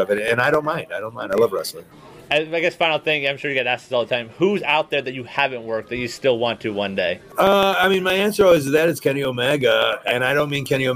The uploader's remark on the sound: live from Starrcast in Chicago